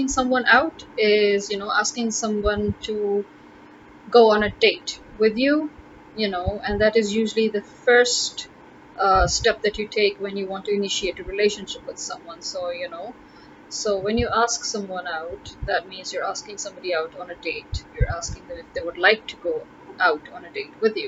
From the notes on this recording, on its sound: Sorry for the slight distortion in the background noise had a bit of a problem with the noise cancellation.